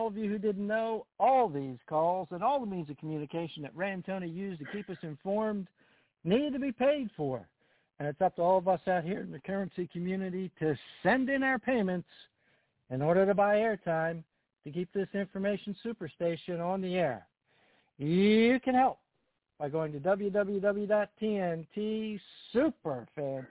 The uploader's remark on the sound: TNTSuperfantastic Conference Call